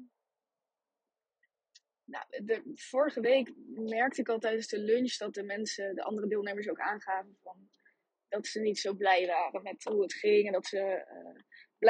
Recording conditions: poor sound quality